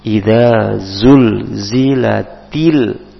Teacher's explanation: Idza dibaca tipis di ujung lidah dikeluarkan iza, kemudian zunya baru pakai z, tidak boleh keluar lidahnya